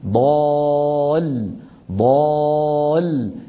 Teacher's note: الانتقال من الألف لللام ضغطة بسيطة جدا، ما هي مبالغ فيها، ما هو مبالغ فيها، ولا هي مزعجة، ولا هي يعني قضية، لكن لا بد من هذا القليل، وإلا حتخرج اللام بالتلامس، والتلامس لا يعطي صوتا.